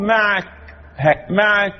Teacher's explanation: همس الكاف معك بعد حبس الصوت جريان النفس